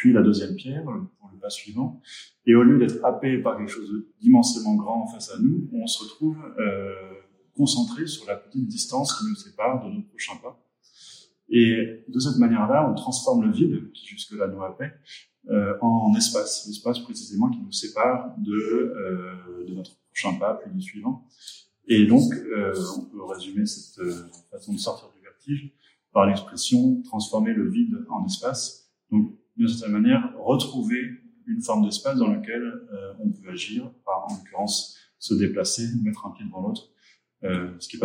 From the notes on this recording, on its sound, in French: Interview réalisée lors du Festival Mode d’Emploi de la Villa Gillet à Lyon le 14 novembre 2023.